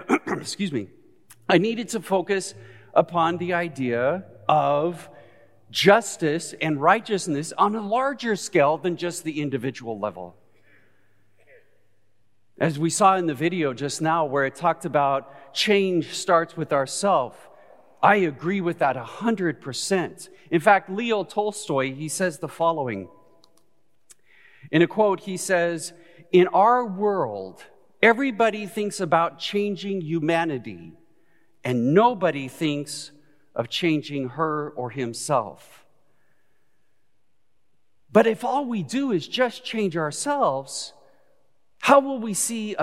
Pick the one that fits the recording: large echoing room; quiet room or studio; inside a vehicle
large echoing room